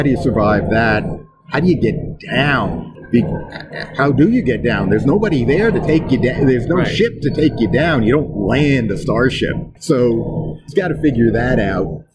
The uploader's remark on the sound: Live from Boskone 2024. In Boston, Massachusetts.